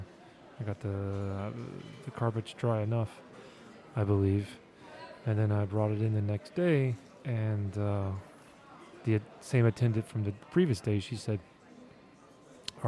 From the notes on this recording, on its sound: I recorded this episode in an airport lounge, which is why you can hear all of the ambient lounge noises in the background